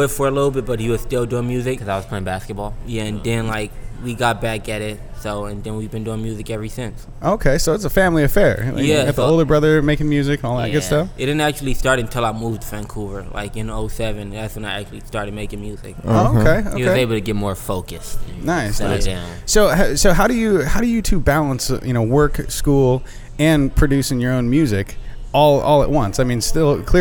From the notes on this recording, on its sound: We go live at The Groaning Board Pub and dive into the menu so hard it almost derailed the show!!!